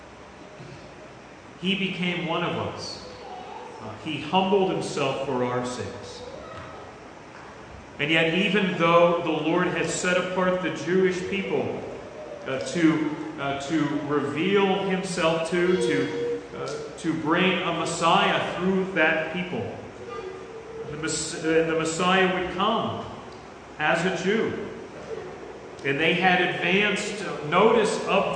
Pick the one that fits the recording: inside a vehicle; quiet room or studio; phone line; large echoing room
large echoing room